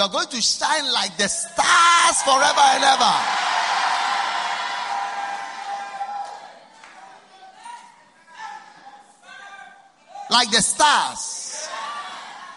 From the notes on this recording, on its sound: Preached at the First Love Church, Accra.